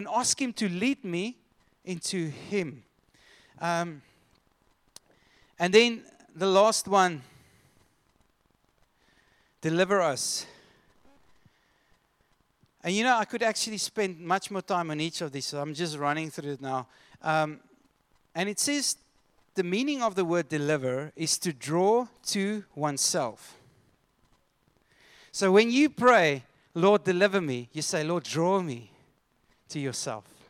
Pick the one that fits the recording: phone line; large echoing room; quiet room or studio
large echoing room